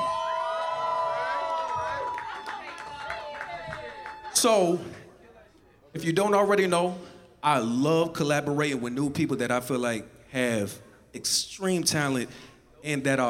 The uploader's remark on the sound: Live performance recorded at Square Cat Vinyl during Chreece 5 in August of 2019. Live performance recorded at Square Cat Vinyl during Chreece 5 in August of 2019.